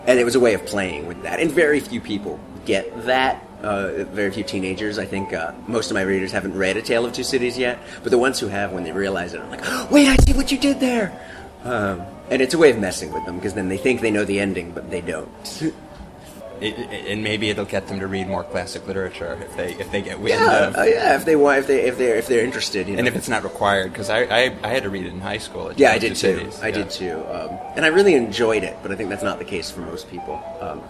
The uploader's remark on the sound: I decided to take the subway to Brooklyn and meet with him face-to-face in a coffee shop. I found it liberating to be unchained from an Internet connection, which has been known to fail mid-conversation.